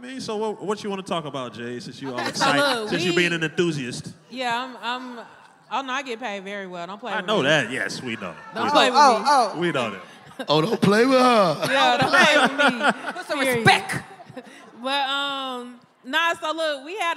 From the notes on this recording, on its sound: the posse warms the crowd up